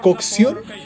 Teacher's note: juntan los dos sonidos, primero el velar y luego el fricativo